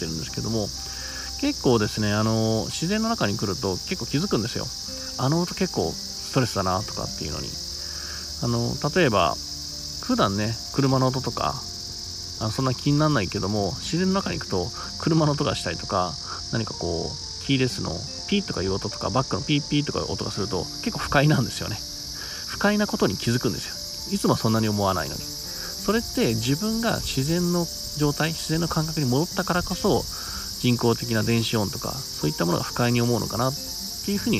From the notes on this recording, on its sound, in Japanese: 今回はいつもの音声収録とちょっと変えて自然の中で収録してます（セミの声がうるさいけど）